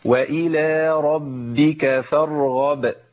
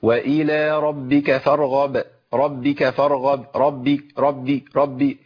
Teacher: الباء المشدده لابد من نطق باءين، باء ساكنه وباء ايه؟ متحركه · Shown in: first take